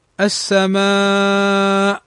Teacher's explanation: أن يأتي الهمز بعد حرف المد في كلمة واحدة، فهذا يمد 4 أو 5 حركات و6 عند الوقوف · Term: المد الواجب المتصل